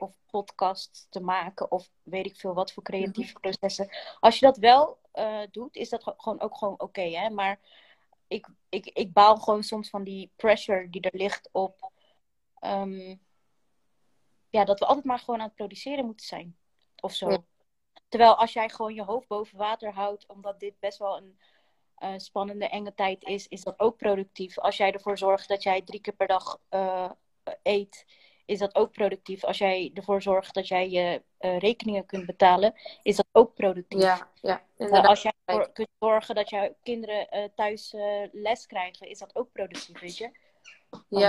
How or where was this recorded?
video call